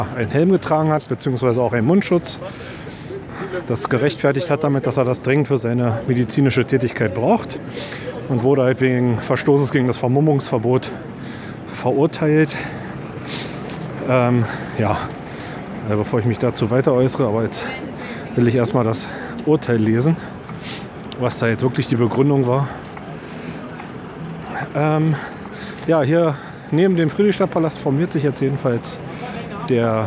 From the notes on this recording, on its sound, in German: Ich war im März mit meinem großen Sohn auf einer Demonstration gegen einen Naziaufmarsch in Berlin und hatte mein Aufnahmegerät dabei.